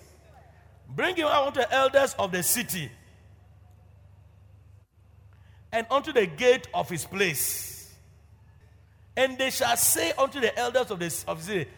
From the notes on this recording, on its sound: Preached at Loyalty House, Abbey, Dahwenya